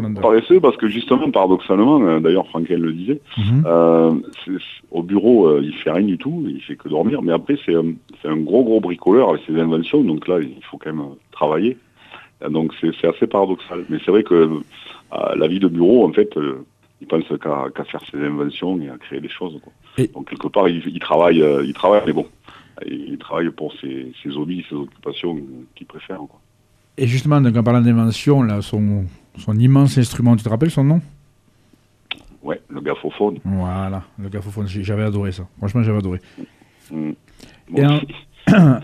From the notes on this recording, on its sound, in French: Reçoit par téléphone le dessinateur.